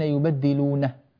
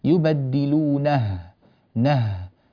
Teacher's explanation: لأنه أنا لما وأنا أقرأ في تلاوتي مسرعا وأستهلك النفس في أثناء قراءتي، عندما أقف تماما وأنا قد استنفدت نفسي تزول الهاء